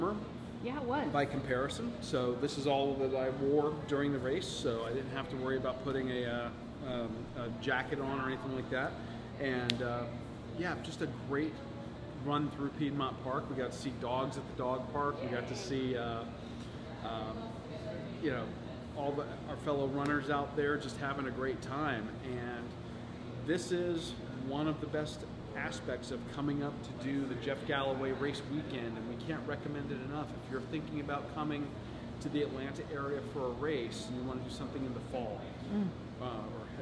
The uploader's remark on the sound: The post-race celebration at Orpheus Brewing is not to be missed.